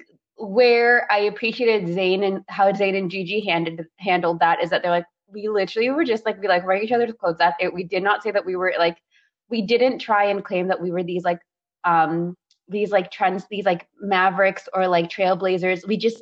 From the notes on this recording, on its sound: We would apologize for all technical glitches